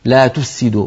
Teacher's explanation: فلا بد من أن نبين الفاء ونعطيها حقها من الرخاوة والهمس والزمن